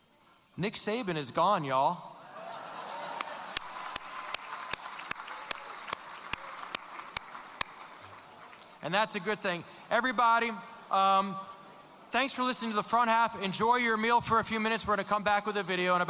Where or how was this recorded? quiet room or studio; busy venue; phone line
busy venue